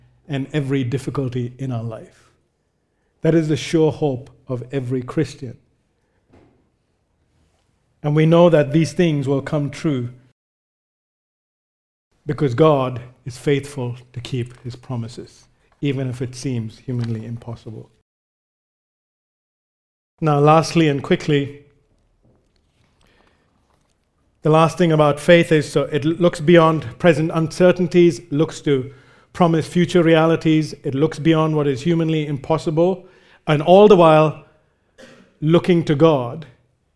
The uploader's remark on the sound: recorded live at Grace Community Bible Church